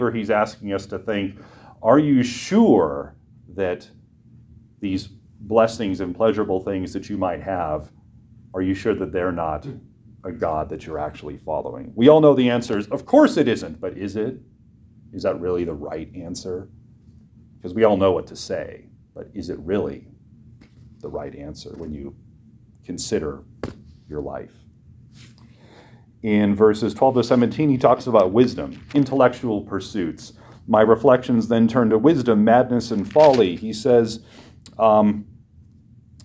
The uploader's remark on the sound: preached this short message for chapel at Western Reformed Seminary, in Puyallup, WA